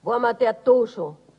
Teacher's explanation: Diese sehr beliebte Bestätigung einer allgemeinen Meinung treibt das Zusammenschleifen der Konsonanten und Halbvokale so weit, dass das sogar das meistens geschärfte S in was verschwindet und die beiden übrigen Wörter mit dem verlorenen N einen nasalen Ausklang bekommen